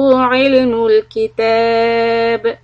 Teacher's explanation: stop on ba with the قلقله